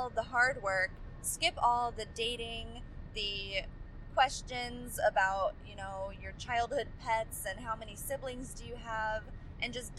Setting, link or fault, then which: setting, inside a vehicle